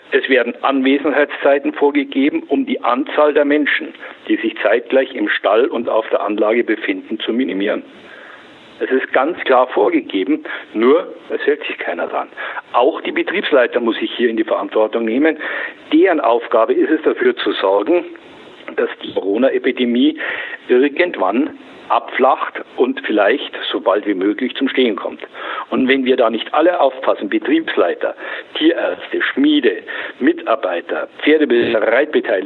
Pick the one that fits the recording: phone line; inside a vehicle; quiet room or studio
phone line